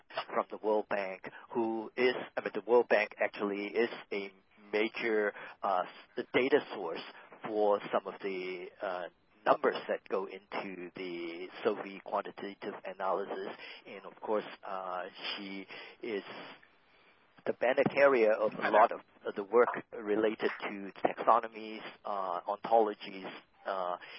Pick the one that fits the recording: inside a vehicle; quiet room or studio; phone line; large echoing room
phone line